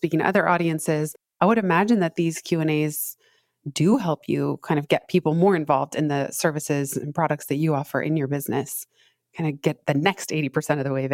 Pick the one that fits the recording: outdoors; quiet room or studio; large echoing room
quiet room or studio